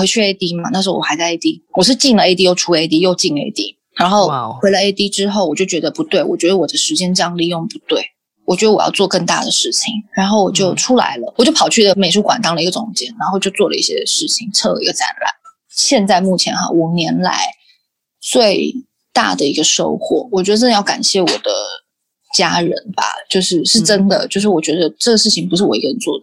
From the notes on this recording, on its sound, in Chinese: 本集訪問有點現場環境音，還請見諒